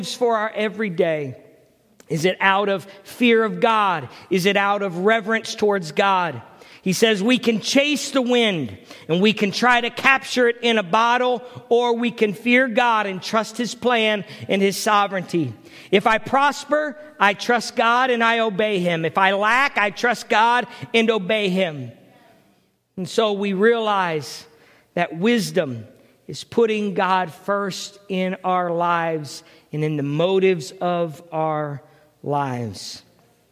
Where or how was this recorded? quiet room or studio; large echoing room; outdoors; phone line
large echoing room